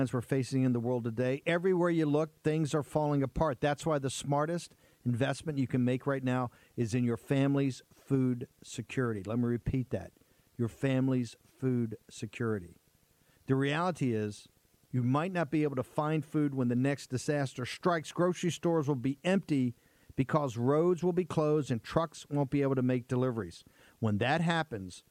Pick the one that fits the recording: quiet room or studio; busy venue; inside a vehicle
busy venue